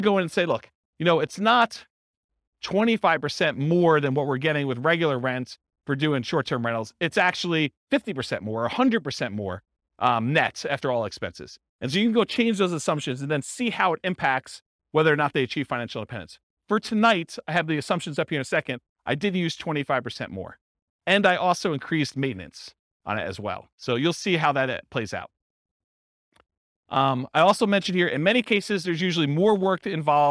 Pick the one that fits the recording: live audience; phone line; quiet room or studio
live audience